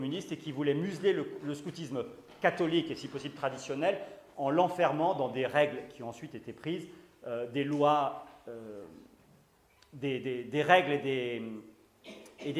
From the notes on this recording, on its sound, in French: Conférence donnée à Academia Christiana lors du colloque "l'identité contre la nouvelle tour de Babel" en aout 2016 à Sées - Normandie.